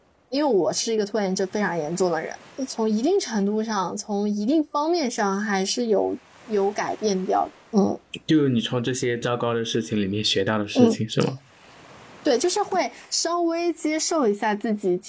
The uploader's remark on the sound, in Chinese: 因为录制过程的一些过错，可能本期有一些杂音